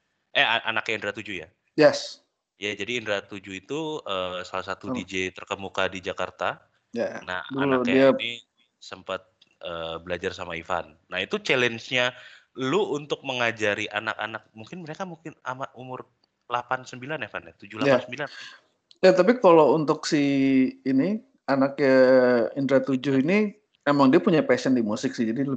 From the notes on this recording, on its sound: Use earphone for a better listening experience since we have limited resources of recording.